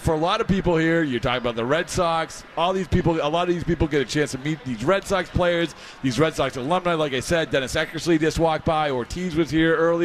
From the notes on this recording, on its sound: live at Winter Weekend